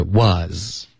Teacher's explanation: Was 的这个儿化音太重了是 was 不是 were